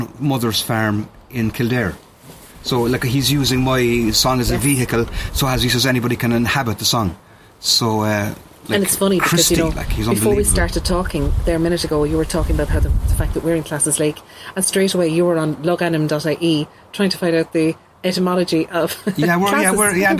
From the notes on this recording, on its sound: We can't record guests in studio at the moment. Inviting guests to their back garden!